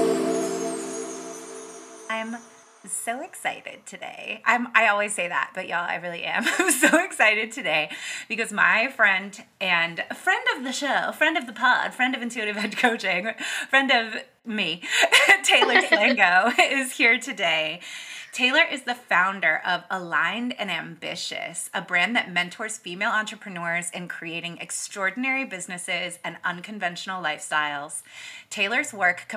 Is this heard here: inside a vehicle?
no